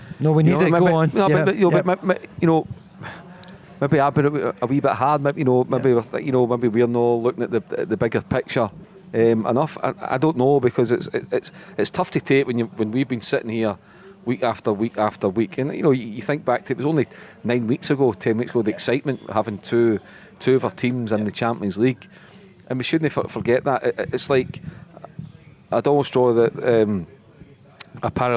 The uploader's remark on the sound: recorded at The Radisson Red Glasgow